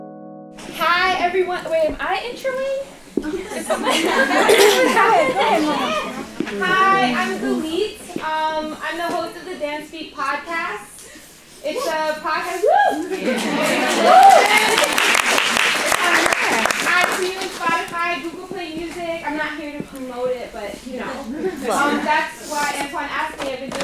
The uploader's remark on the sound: We are here with a recording from the KreavitMndz Dance Complex international women's day panel. In front of a live audience (pre-social distancing days).